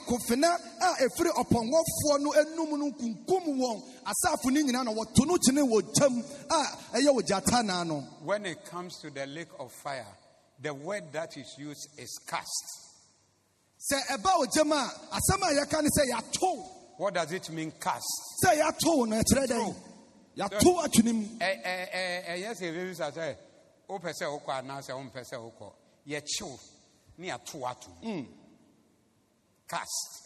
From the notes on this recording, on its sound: Preached at the Zeloo Service.